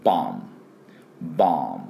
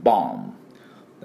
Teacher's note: あーで、口閉じて終わり。B は発音しません。